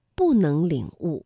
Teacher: 因为能是二声，所以不在这里读四声 · Term: 变调